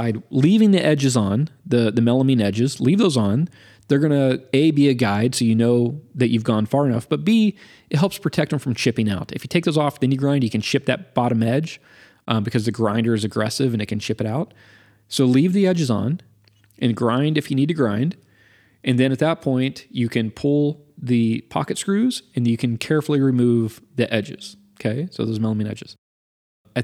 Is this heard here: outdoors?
no